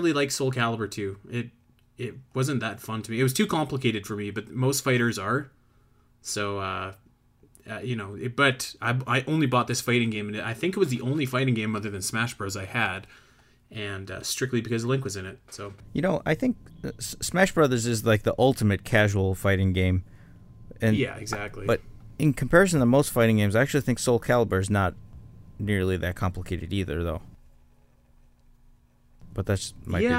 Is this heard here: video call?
no